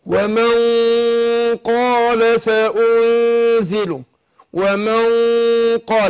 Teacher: انا بفخم الغنة هنا عشان النون جه بعدها حرف من حروف الاستعلاء، فانا بفخم الغنة اقول ومن قال سأنزل، شوف الاخفاء مع الغنة حركتين.